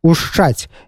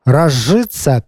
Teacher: якія адбываюцца ў спалучэннях некалькіх зычных пры падабненні свісцячых да шыпячых. На стыку марфем свісцячыя перад шыпячымі вымаўляюцца як шыпячыя.